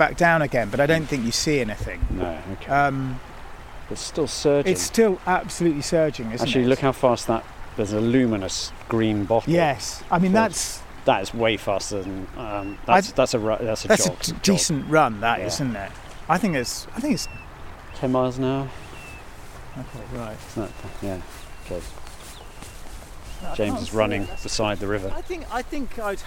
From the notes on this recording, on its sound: Encountering the surging Severn Bore on an atmospheric walk beside Britain's longest river.